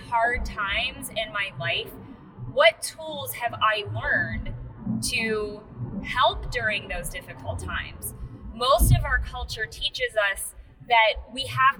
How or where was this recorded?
inside a vehicle